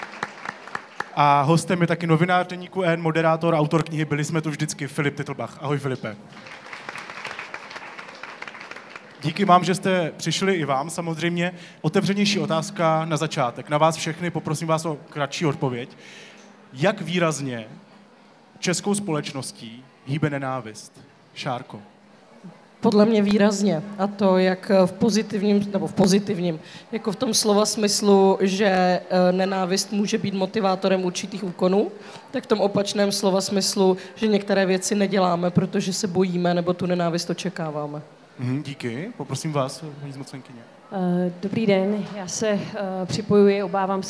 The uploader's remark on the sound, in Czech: na knižním festivalu v Ostravě